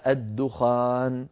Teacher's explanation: نسمع من بعض إخواننا يقولون الدخان بتشديد الخاء، لا يصح هذا أيها الإخوة، وإنما هي الدخان.